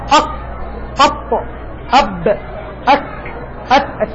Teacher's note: هذه حروف شديدة يعني ينقطع فيها الصوت · Term: الشدة